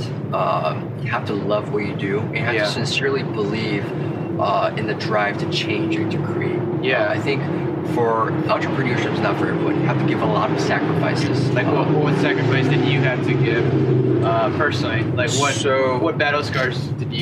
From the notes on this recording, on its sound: This was recorded outdoors!!